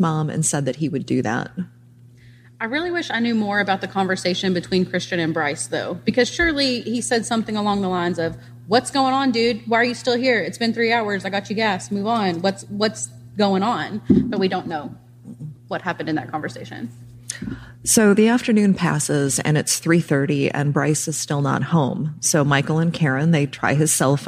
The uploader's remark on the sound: This episode was recorded LIVE at the True Crime Podcast festival in KCMO. I'm sipping whiskey during the recording, apologies for the ice noises!